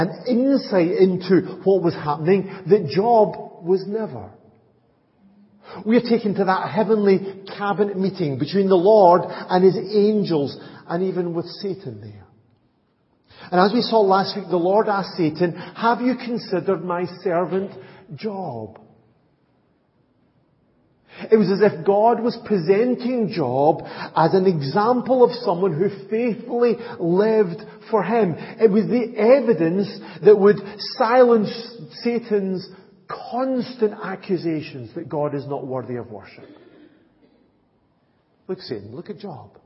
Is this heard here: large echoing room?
yes